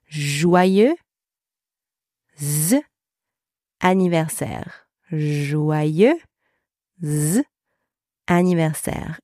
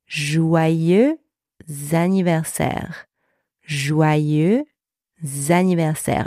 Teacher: we have a liaison with a Z sound, and we are going to add this extra sound in between the two words to link them together only when we speak, right?